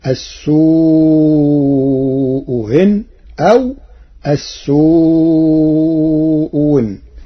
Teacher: قرأ ورش كلمتي السوء إن بتسهيل الهمزة الثانية وإبدالها واوا في لغات العرب